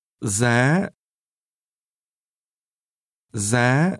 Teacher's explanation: Cost is pronounced with a high rising tone.